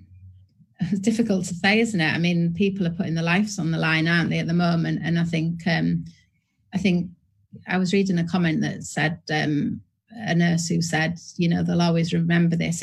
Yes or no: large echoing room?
no